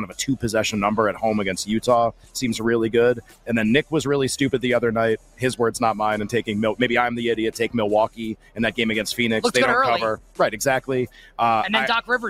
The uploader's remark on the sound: LIVE from Radio Row